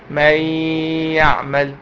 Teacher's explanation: ما تنطقش النون واقف على الحرف اللي بعديها · Term: الادغام بغنه